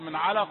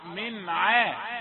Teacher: لا تفخم العين فلتقل من علق · Shown in: first take · لا من ع، من علق.